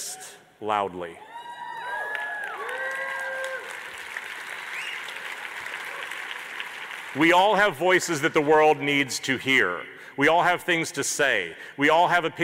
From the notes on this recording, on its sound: This episode is a replay of my main stage keynote from HOW Design Live 2019.